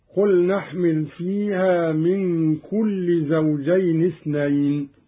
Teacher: قرأ قالون بحذف التنوين أي بكسرة واحدة